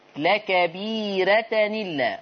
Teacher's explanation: رقق الراء طالما أن قبلها ياء في ورش